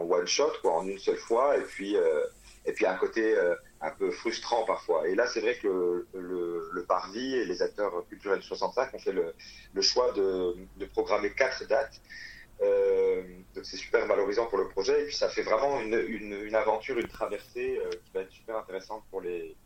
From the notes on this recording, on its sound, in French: Interview téléphonique